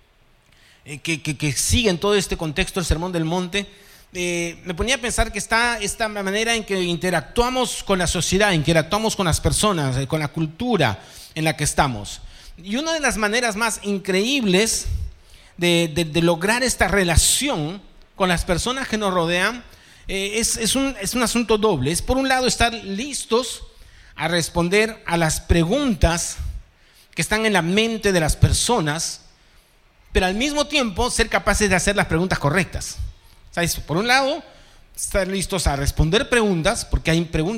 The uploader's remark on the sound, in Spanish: presentado en vivo el domingo 9 de julio de 2023 Este podcast es la retransmisión de la reunión de iCafe de cada domingo